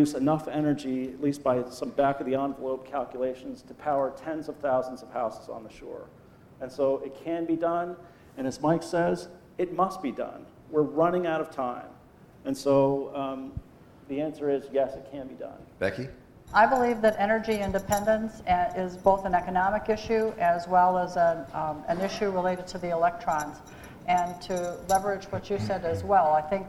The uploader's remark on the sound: We listen to a panel discussion I moderated two weeks ago at the 16th Eastern Shore Planning Conference in Easton, Maryland.